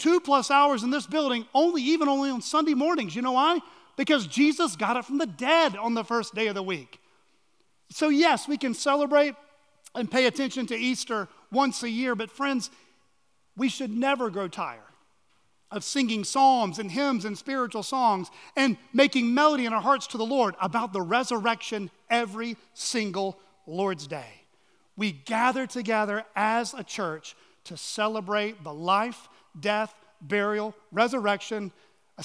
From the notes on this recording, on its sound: at Chaffee Crossing Baptist Church in Barling, AR.